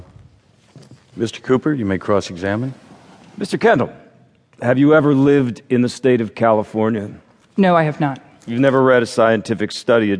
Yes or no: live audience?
yes